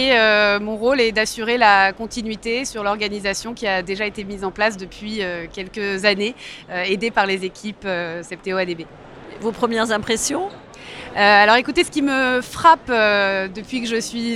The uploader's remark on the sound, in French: Cette interview a été réalisée en live du Salon RENT.